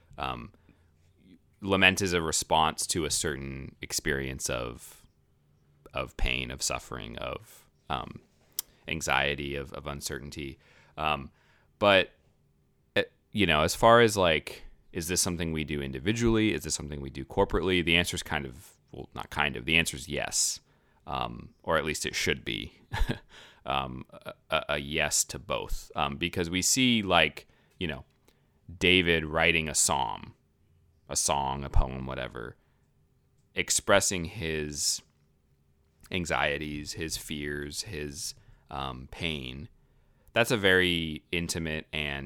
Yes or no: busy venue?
no